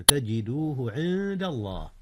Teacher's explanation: أخفي حرف النون قبل الدال إذ الدال من أحرف الإخفاء